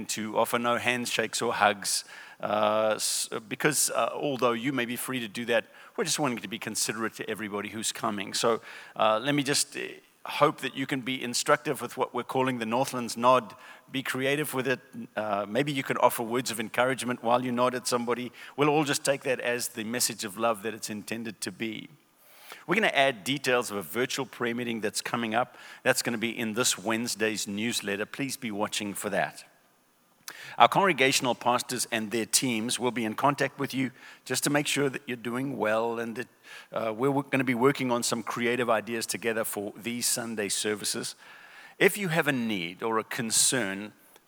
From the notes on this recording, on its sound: recorded at Northlands Church on March 15, 2020